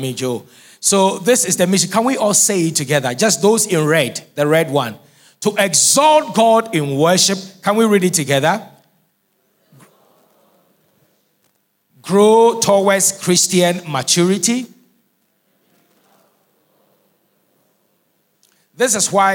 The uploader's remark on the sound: Sermon preached at CBC Shiashie Campus